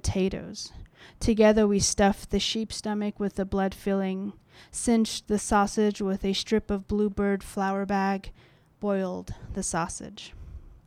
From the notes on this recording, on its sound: This episode was recorded at the Tranzac Club in Toronto on January 30th 2019.